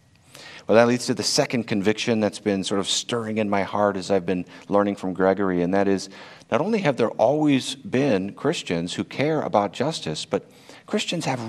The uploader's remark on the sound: This talk was originally delivered at Karam Forum 2021